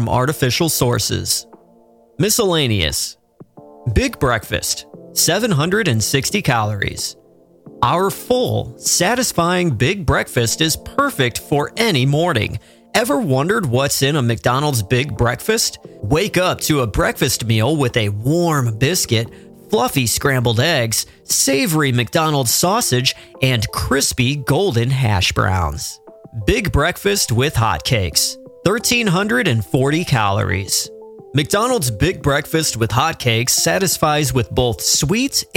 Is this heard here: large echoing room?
no